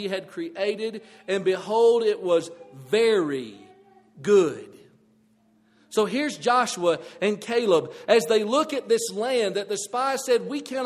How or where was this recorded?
large echoing room